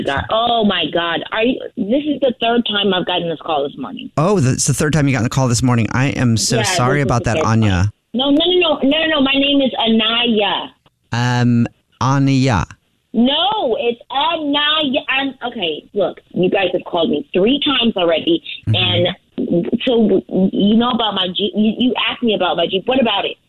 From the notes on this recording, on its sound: phone prank style